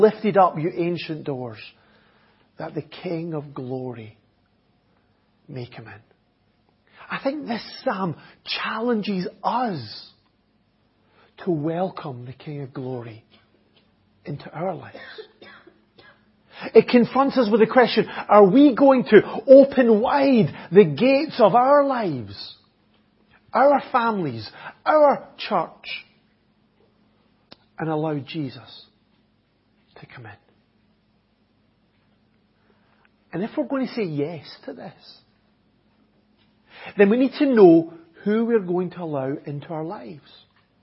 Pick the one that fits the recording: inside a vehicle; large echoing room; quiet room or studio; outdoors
large echoing room